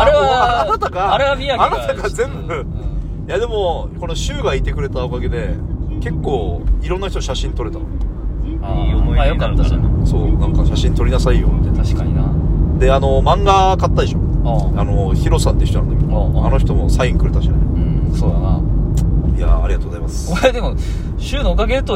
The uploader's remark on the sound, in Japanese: ゲムマに行った帰りの車内で録りました